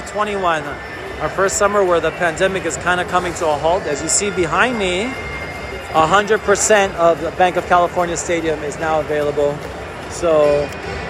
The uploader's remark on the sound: The Fan Experience Live From The North End LAFC vs FC Dallas. Live from Banc of California Stadium, we take you behind the scenes in the North End, the most exciting section in Major League Soccer, as LAFC battles FC Dallas.